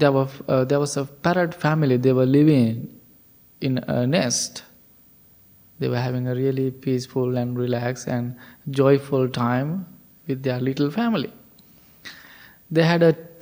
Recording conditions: large echoing room